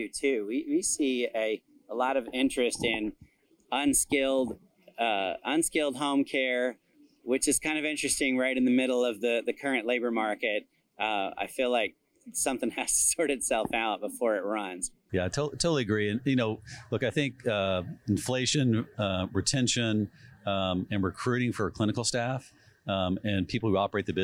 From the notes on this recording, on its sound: Live at HPE Miami. Live at McDermott’s annual Health Private Equity event in Miami.